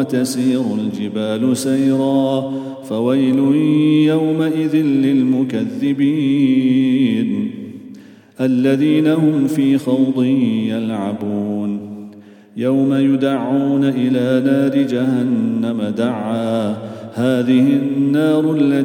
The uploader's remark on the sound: at the Houghton Masjid (West Street)